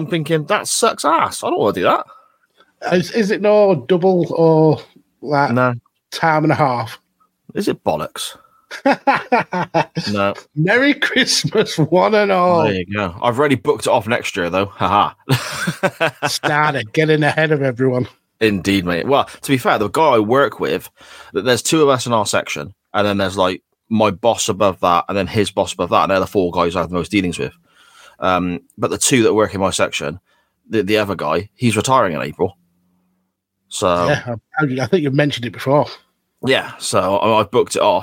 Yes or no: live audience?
no